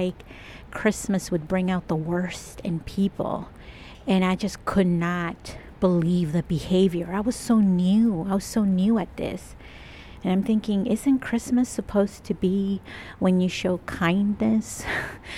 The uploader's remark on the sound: I recorded this episode outside over at my secret favourite place in Toronto. There is some traffic sounds, pedestrians and lots of wet snow sounds too! I kept pacing back and forth so you hear me catching my breath a lot - oops!